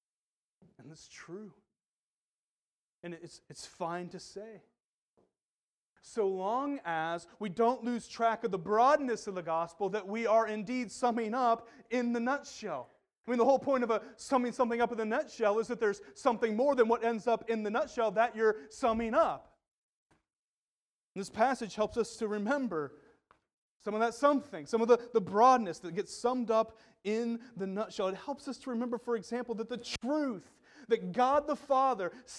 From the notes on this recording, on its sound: The Well, an Acts 29 and Converge Heartland Church in Hastings, NE.